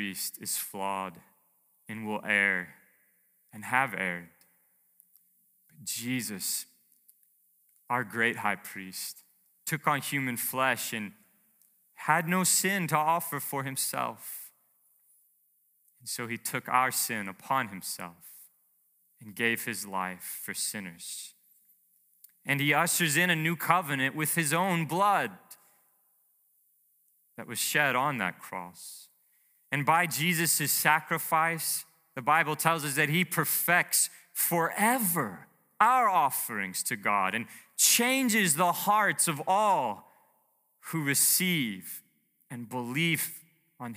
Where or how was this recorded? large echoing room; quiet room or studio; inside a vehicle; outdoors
large echoing room